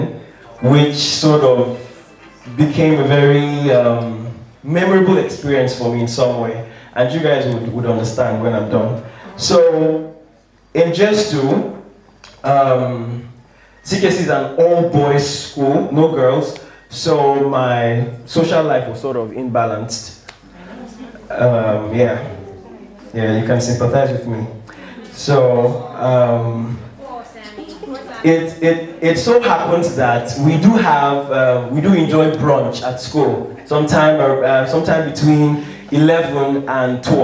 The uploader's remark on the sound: three hilarious stories from the June live show